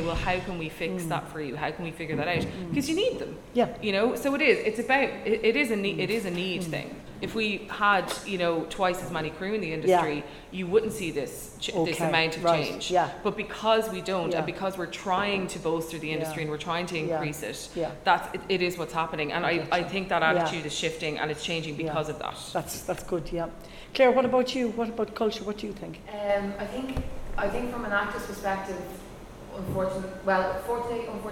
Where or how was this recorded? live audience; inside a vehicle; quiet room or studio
live audience